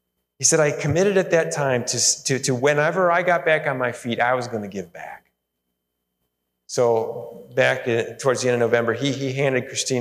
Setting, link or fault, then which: setting, large echoing room